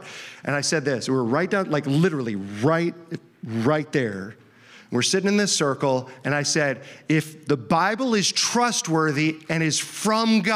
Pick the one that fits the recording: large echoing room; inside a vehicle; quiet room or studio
large echoing room